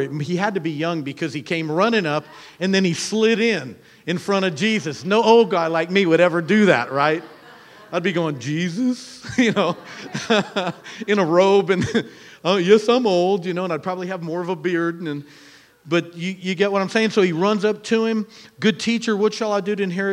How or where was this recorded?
large echoing room